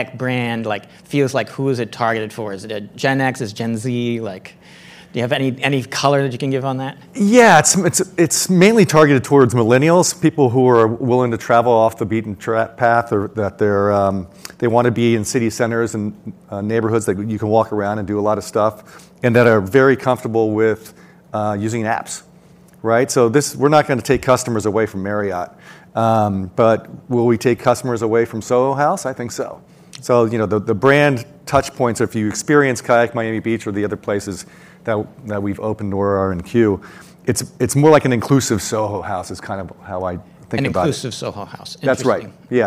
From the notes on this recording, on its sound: The event was recorded at Ogilvy's headquarters in New York City on January 19, 2022.